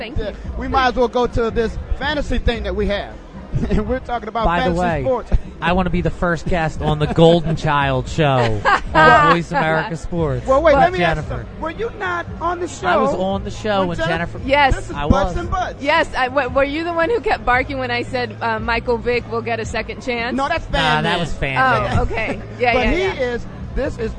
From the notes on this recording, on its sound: Super bowl 43 Player Network Event (PNE) Live from University of South Florida. Tampa Bay, Florida Super bowl 43 Player Network Event (PNE) Live from University of South Florida.